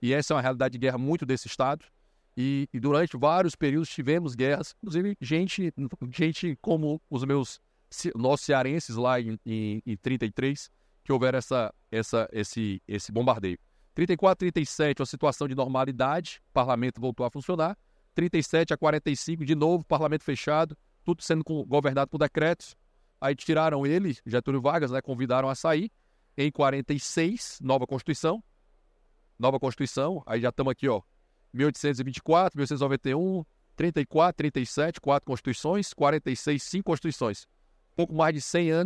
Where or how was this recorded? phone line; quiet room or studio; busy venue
busy venue